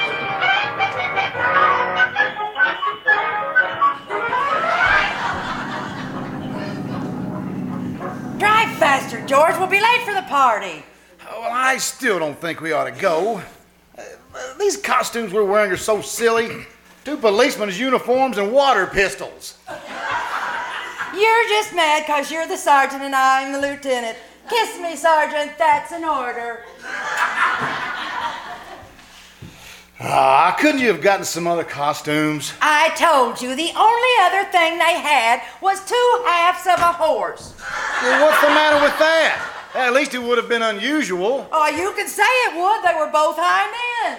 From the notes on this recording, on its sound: The KCAL Old Time Radio Troupe performed "LIVE" at the First Vineyard Winery in Jessamine County, Kentucky. Here is the audio from the second half of their show.